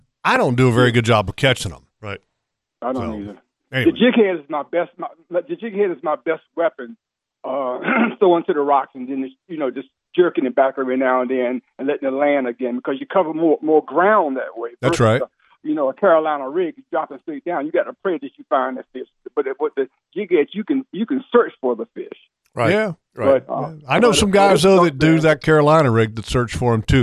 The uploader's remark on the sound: Lots of OS faithful called in too